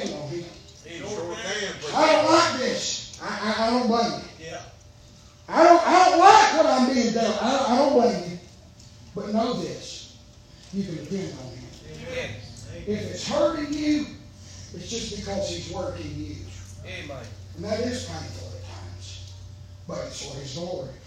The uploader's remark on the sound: preaching live from Still Water Baptist Church